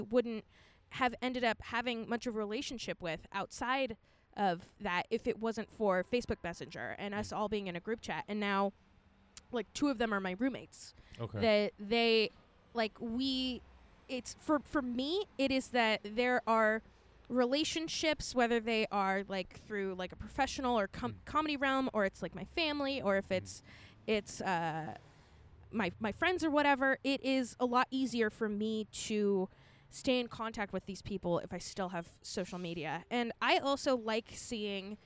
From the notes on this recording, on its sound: Set up a recorder at Whole Foods